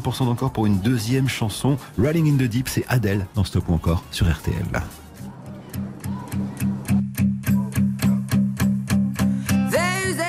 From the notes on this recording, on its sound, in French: Emission en direct du Salon International de l'Agriculture Porte de Versailles à Paris